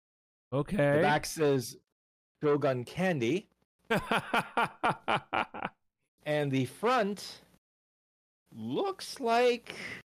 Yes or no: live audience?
no